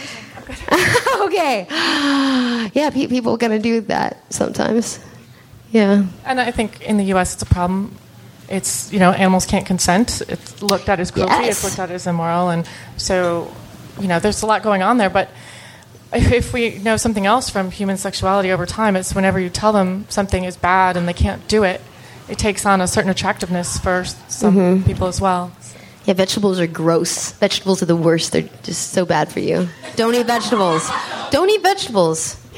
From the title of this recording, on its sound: Live from Washington, DC!